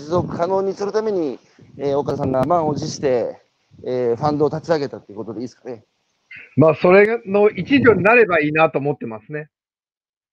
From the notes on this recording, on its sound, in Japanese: 歩きながら1時間、対談する。